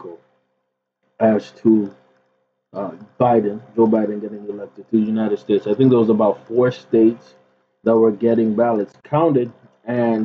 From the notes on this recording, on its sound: Apologies for the trash audio, we had a mic issue.